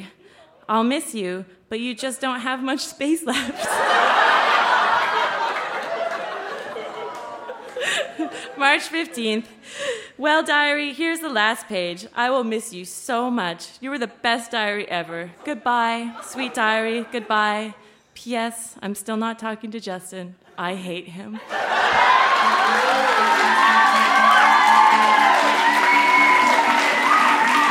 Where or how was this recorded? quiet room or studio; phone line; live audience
live audience